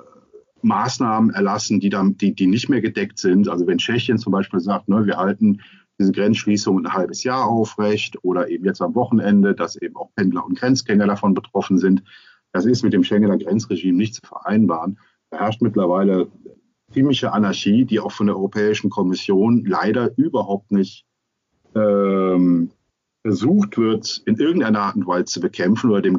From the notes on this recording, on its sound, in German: Das Gespräch wurde aufgrund der Corona-Maßnahmen am 24.03.2020 als Onlinetelefonat durchgeführt und aufgezeichnet.